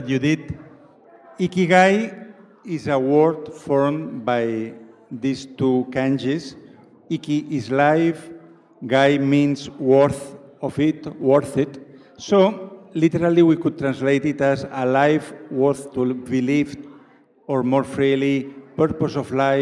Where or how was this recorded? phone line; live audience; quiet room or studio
live audience